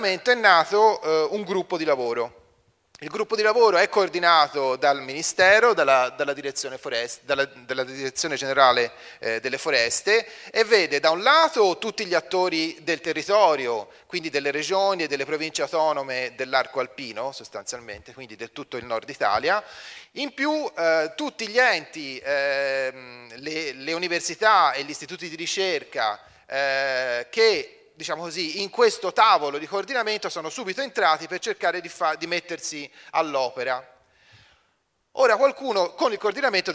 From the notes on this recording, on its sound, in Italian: Sono state proposte alcune delle registrazioni di interventi svolti al convegno. Organizzato a Belluno dalla fondazione Giovanni Angelini – Centro studi sulla montagna.